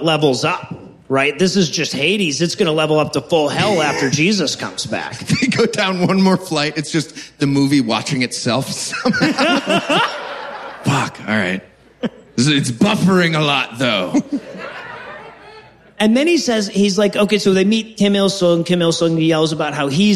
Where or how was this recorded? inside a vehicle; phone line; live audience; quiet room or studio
live audience